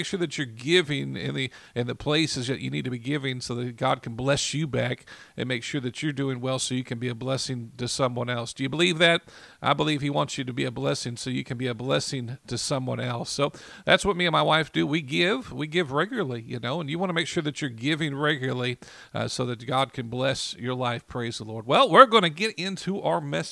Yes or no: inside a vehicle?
no